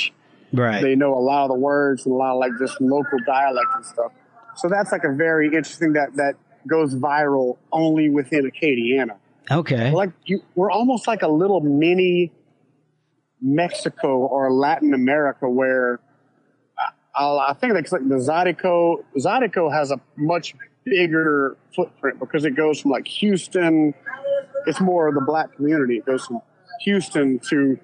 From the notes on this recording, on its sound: He joins us on location from a local bar.